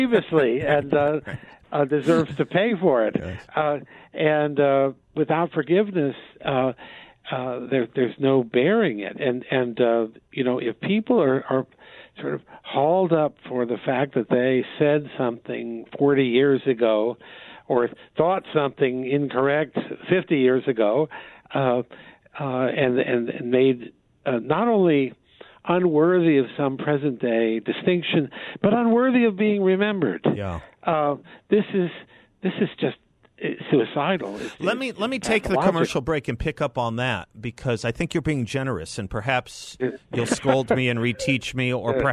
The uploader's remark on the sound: by phone for the full radio hour